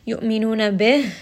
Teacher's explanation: ha here is going to be from the middle of the throat · It's going to be from the lower throat, so give it some hems and bring it from the chest.